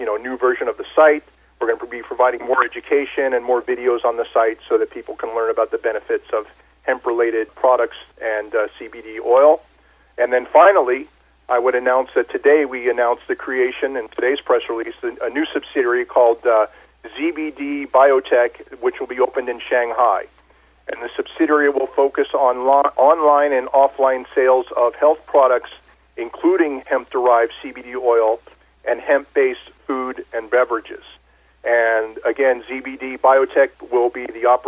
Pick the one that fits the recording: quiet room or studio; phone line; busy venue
phone line